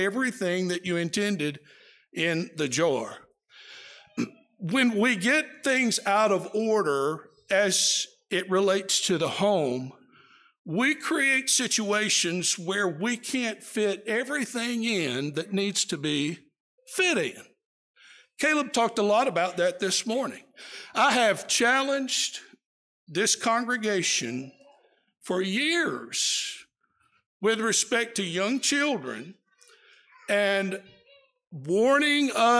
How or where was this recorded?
large echoing room